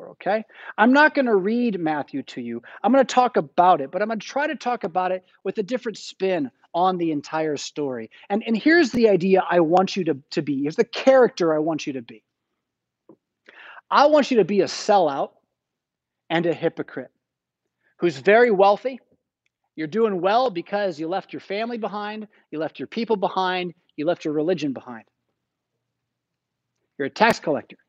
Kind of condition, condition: setting, large echoing room